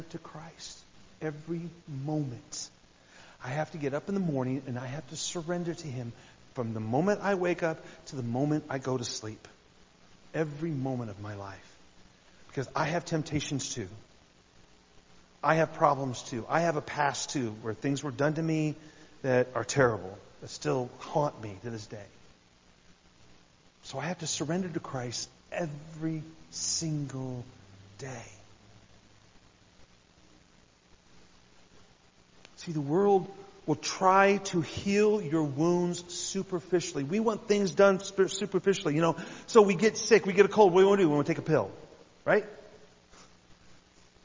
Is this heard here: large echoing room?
yes